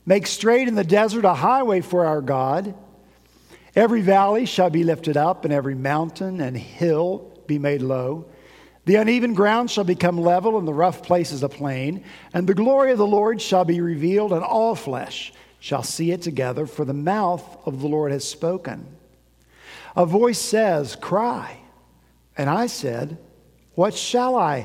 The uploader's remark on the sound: At Redeemer Presbyterian Church in Charleston, SC